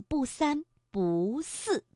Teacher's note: 如果后面的字是去声，不在这里念阳平